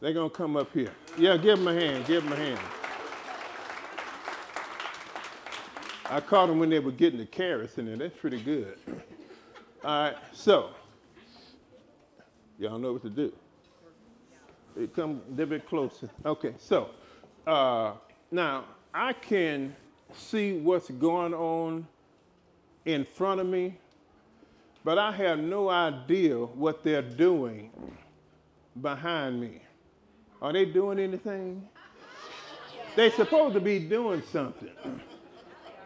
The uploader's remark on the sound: LIVE recording. Blue Ridge Estate Vineyard & Winery hosted their first Personal Growth Day.